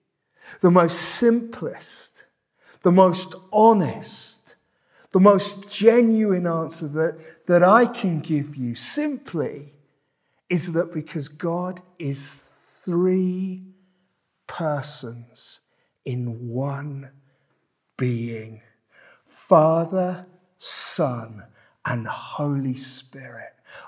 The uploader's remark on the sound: This sermon was preached at Welcome Baptist Church